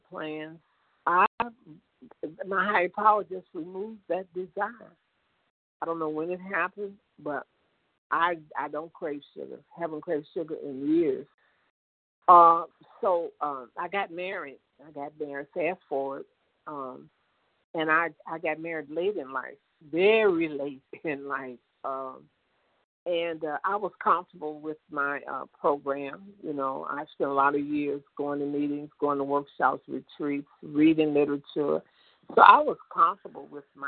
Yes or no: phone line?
yes